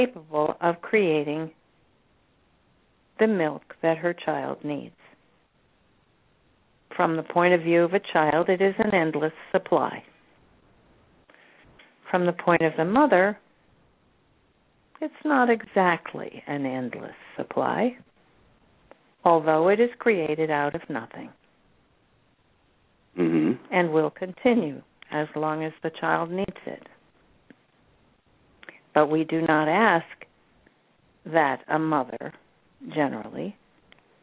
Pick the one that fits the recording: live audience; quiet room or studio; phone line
phone line